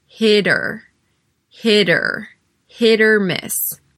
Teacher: Hitter, hitter, hit or miss, right? It's a flap T that sounds like a D. It's quite quick. Once again, I said it was hit or miss. · Notice here how the T at the end of hit connects with the vowel that follows.